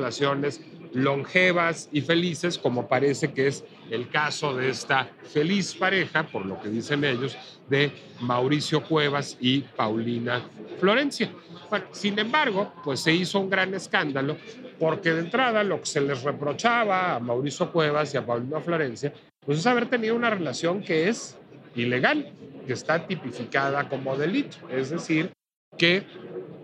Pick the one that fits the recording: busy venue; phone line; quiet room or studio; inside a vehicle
busy venue